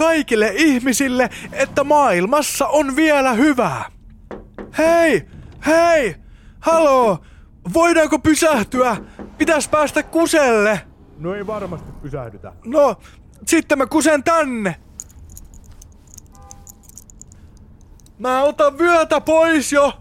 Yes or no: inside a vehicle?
yes